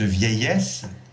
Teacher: I-L-L functions as a J-glide instead of as a lambda